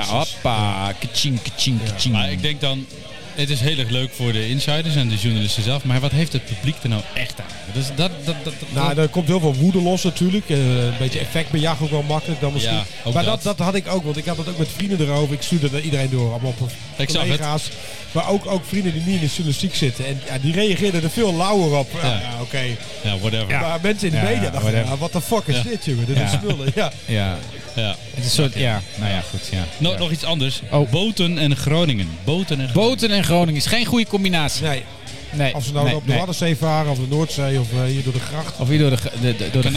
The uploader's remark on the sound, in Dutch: Live opgenomen in Dinercafé Soestdijk, alwaar de inmiddels beroemde … de redactie rijkelijk voorziet van bier.